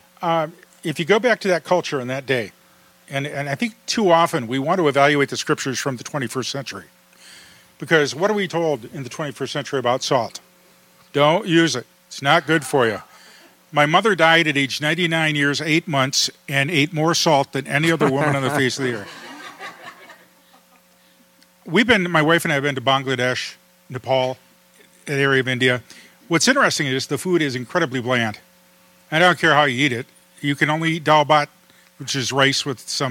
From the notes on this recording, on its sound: In front of a live audience in Madison, Wisconsin.